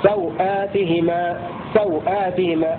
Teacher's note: وخلاصة الأقوال في هذه الكلمة، كلمة سوآت، كيفما جاءت في القرآن على النحو التالي: أولا، قصر الواو مع قصر البدل بمقدار 2 حركات هكذا: سوآتهما سوآتهما، الواو ليس فيها مد أبدا ومد البدل 2 حركات